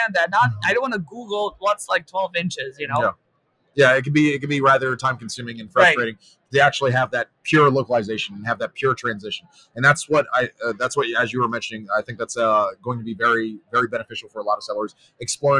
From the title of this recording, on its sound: Live at Prosper 2022